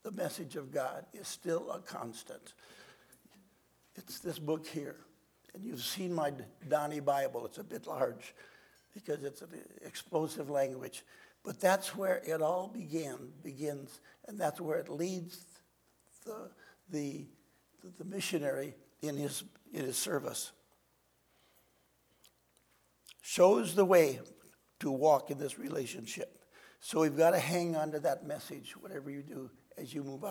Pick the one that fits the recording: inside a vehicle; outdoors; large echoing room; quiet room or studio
large echoing room